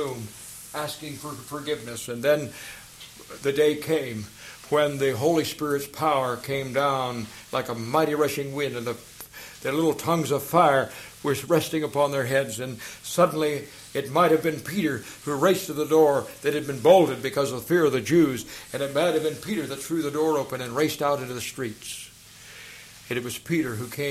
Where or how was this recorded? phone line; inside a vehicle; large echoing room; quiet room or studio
large echoing room